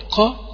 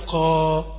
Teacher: طولت الفتحه بتاعه القاف شويه، طولت زمن صوت القاف · Shown in: second take · نتج عنها اللي هو ايه، اللي هو احنا بنسميه الف المد.